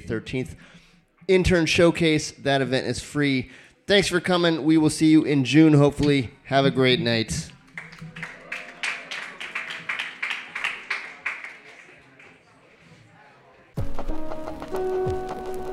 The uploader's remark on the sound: Brooklyn Poets Yawp open mic